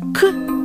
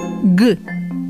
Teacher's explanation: Например, звук «к» или «г» – заднеязычные согласные, где язык прижимается к задней части нёба